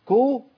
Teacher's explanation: القاف المضمومه سهل خروجها كاف مضمومه